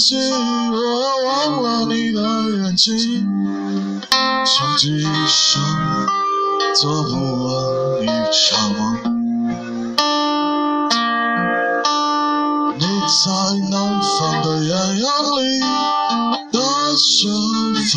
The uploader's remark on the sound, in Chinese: 街边偶遇唱歌很好听的男声，很好听，但是，原谅我渣渣的音质